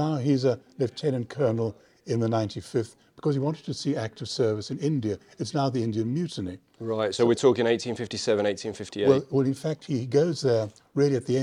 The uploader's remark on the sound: I recorded this at the Clash of Empires exhibition currently taking place at the Royal Philatelic Society in London